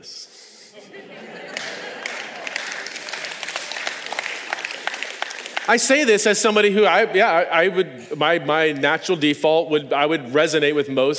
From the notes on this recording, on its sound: This podcast is a recording of a talk I gave at this year’s Revoice conference in Plano, TX.